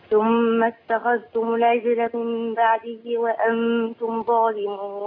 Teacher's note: الجيم بتاعت العجلة محتاجين احنا نعمل ايه؟ محتاجين احنا نقلقلها